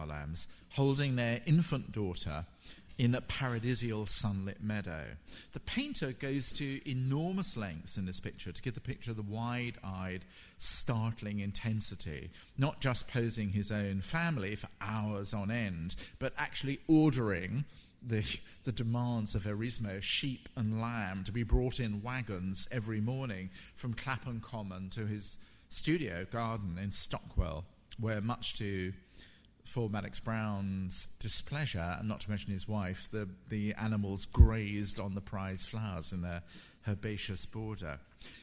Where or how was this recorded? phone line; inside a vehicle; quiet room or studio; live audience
live audience